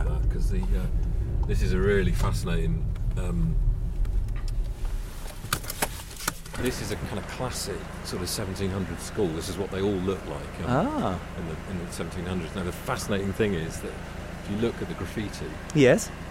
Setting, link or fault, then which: setting, outdoors